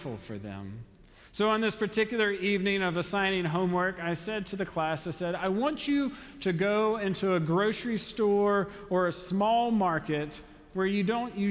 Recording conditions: large echoing room